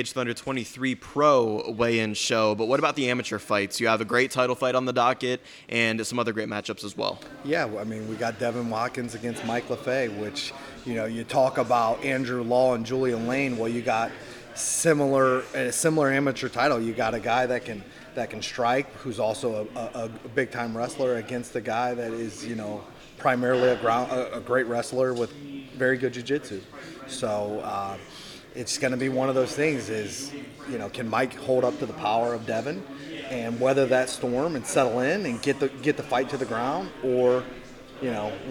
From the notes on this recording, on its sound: Forged in Ohio's first-ever live show took place at the Caged Thunder 23 pro weigh-ins! From the Chapparells Center in Akron, Ohio.